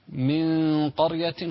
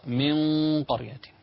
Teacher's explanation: فخم الغنة هنا تمهيدا للقاف · Shown in: second take